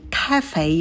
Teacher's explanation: Ка, и в конце у нас дифтонг эй, фей, фей, кафе, ударение на первый слог